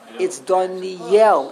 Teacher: The pronunciation, the emphasis goes on the Yud, not on the Aleph.